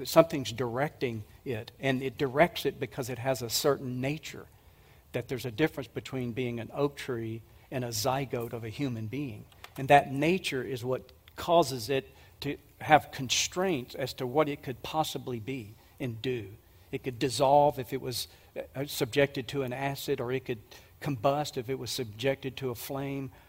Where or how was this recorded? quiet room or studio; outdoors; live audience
live audience